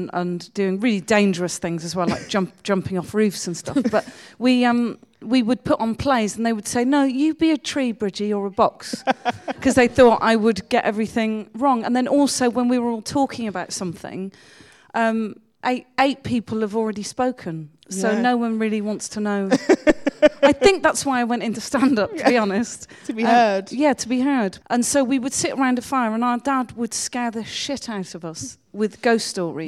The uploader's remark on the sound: In Regent St Cinema. A packed audience.